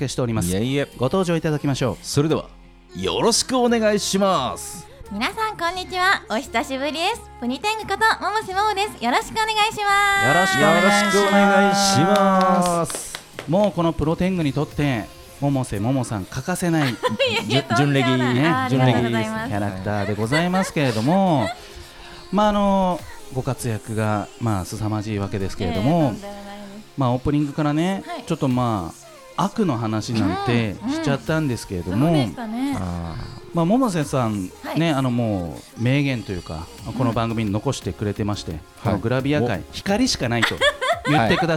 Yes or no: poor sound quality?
no